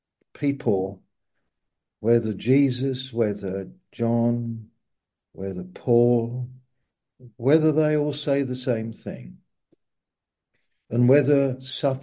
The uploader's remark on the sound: Malaysia Meets (Zoom)